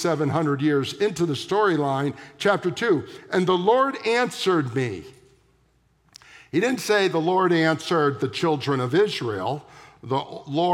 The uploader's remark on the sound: at the September 17, 2023 Sunday morning services of Boca Raton Community Church in Boca Raton, Florida